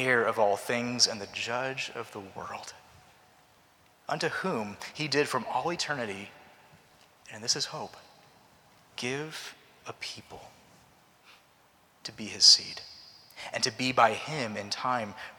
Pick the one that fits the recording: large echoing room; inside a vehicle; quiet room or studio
large echoing room